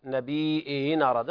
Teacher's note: الهمزة الثانية تسهل بينها وبين الياء، أو تبدأ الياء خالصة مع النقل فيما بعدها، للنبيين أراد.